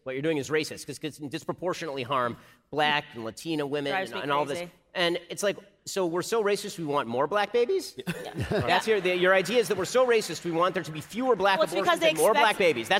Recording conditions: live audience